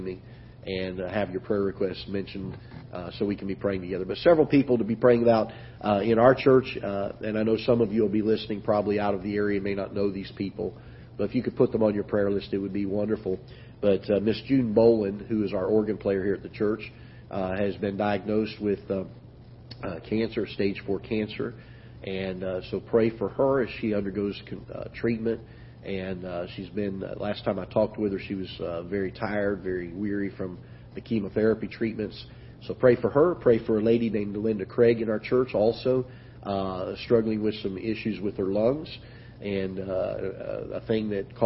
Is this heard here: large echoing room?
yes